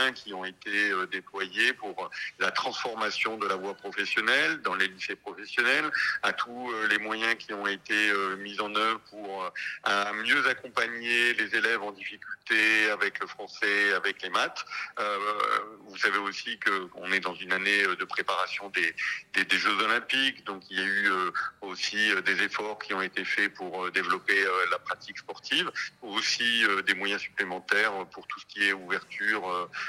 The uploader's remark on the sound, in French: Pour cette nouvelle semaine de direct Radio2B On Air. Par téléphone.